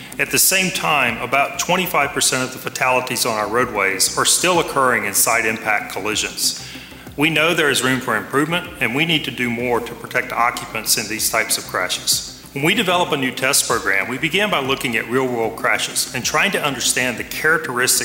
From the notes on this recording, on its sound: Sermon preached at CBC Shiashie Campus